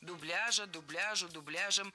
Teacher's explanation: Ударение нужно было ставить всегда на второй слог.